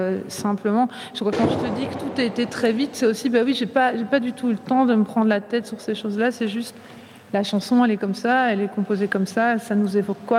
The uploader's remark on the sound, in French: Bruxelles vit ! – Depuis le festival Francofaune.